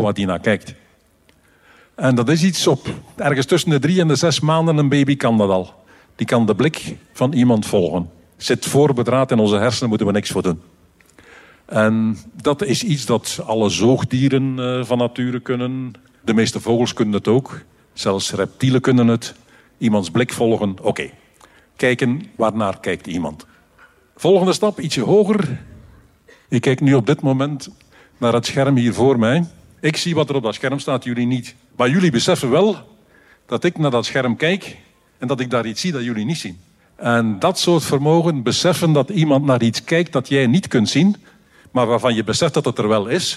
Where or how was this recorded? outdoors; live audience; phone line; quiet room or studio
live audience